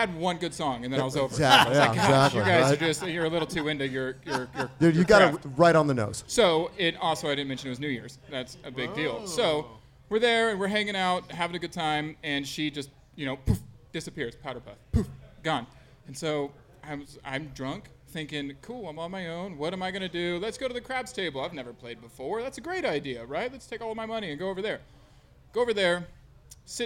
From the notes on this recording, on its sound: Live from 8one8 Brewing Company in California’s world famous “the Valley.” Succeed in stumping some of the patrons of 8one8 on their knowledge of famous breweries and beer.